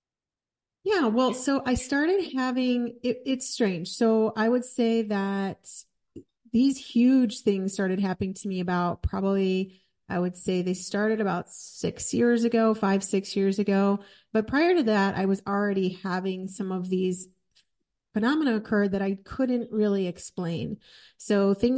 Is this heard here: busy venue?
no